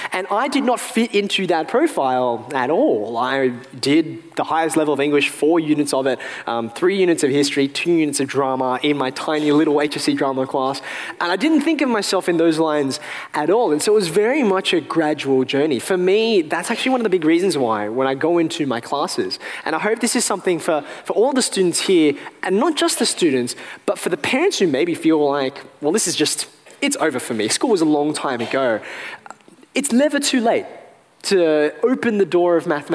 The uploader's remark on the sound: A special episode recorded live at the University of Sydney.